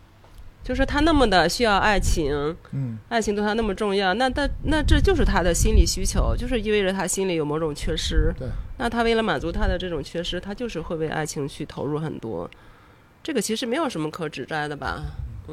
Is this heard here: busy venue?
yes